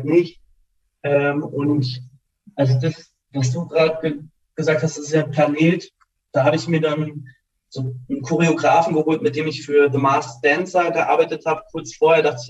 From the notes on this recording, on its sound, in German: via Zoom gesprochen